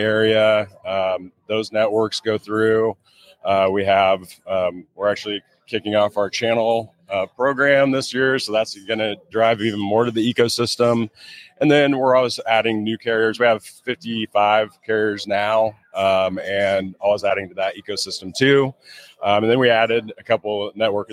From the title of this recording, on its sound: Live from PTC‘23